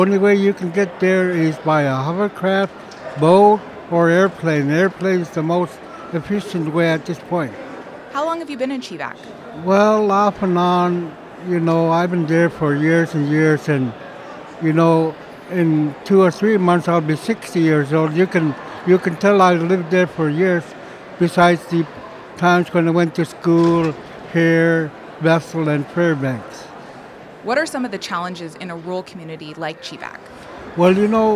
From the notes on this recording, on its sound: we’re at the Alaska Federation of Natives conference in Anchorage